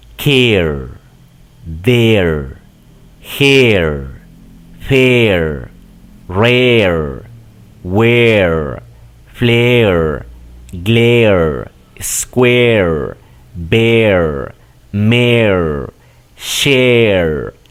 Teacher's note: Es una E exacta como la que tenemos en español, nada más que la prolongas un poquito más.